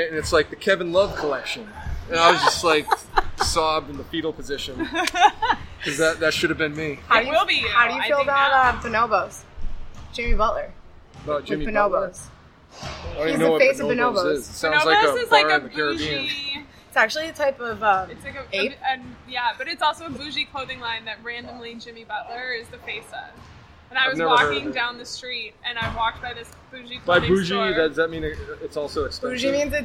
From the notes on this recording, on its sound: We recorded in a loud gym so be patient with the audio.